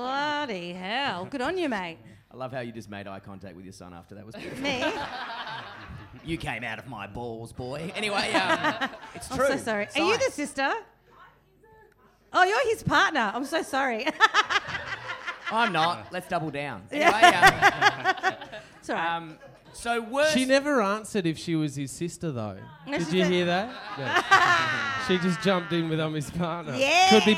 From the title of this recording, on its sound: SYDNEY LIVE